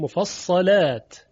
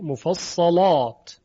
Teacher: یا مثلا کلمه مفصلات در سایر روایات مفصلات به ترقیق لام، اما در روایت ورش مصری مفصلات به تغلیز لام خونده میشه · Shown in: second take